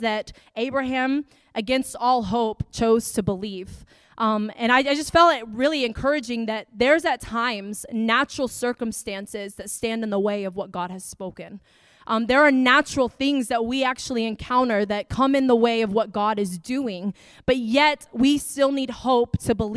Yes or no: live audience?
yes